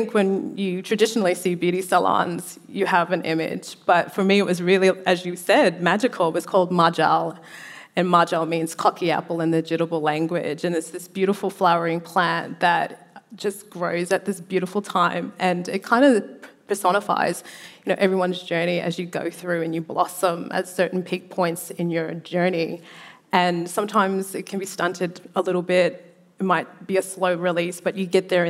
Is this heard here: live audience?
yes